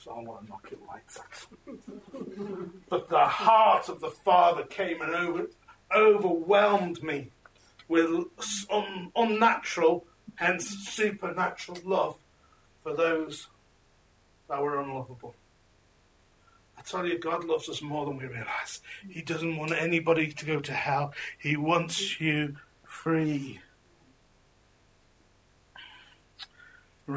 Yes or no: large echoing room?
yes